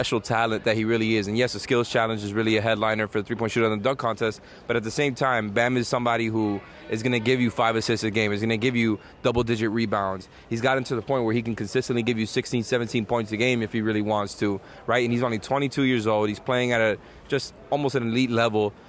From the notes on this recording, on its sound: Hop on the mic live from NBA All-Star Weekend in Chicago.